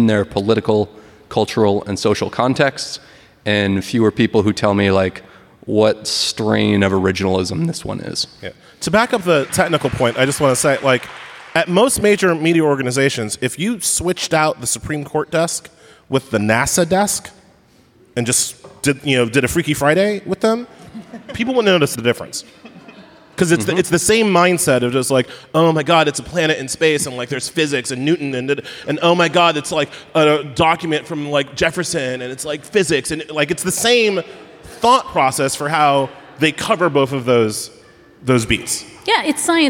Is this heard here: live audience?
yes